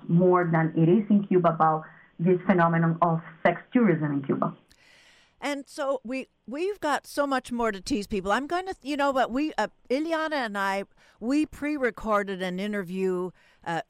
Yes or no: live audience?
no